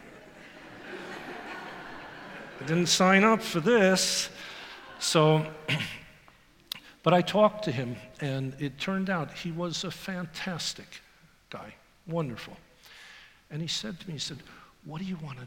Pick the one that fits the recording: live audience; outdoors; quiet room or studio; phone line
live audience